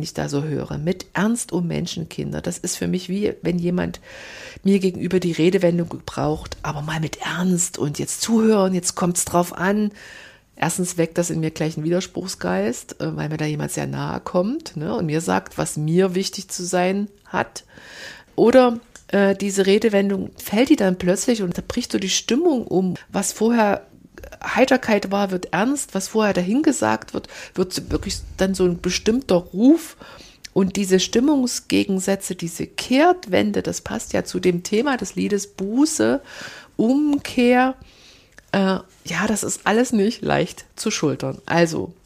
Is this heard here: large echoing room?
no